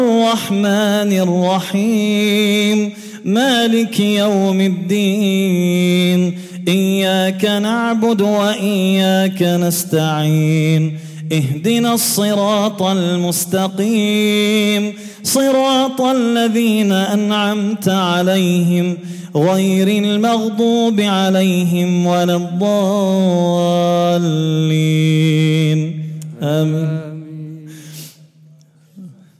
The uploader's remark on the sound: At the Houghton Masjid (West Street).